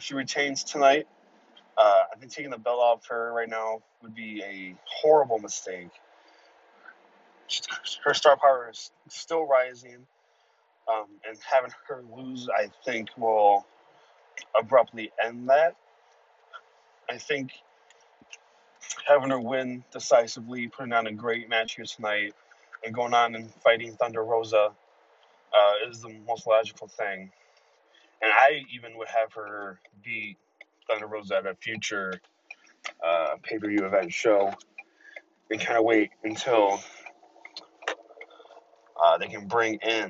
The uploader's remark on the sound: live from the PWP Express (his car